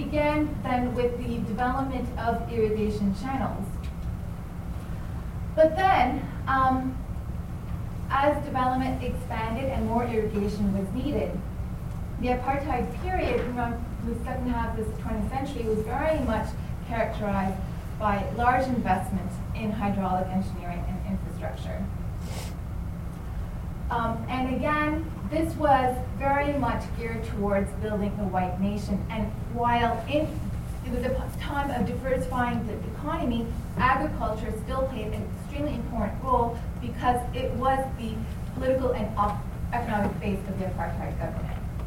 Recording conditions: live audience